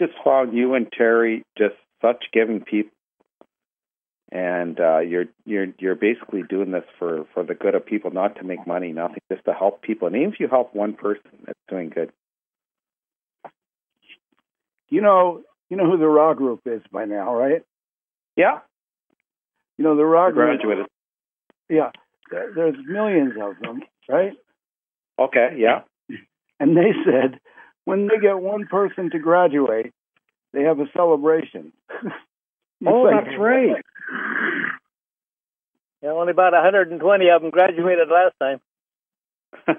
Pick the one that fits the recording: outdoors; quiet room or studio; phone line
phone line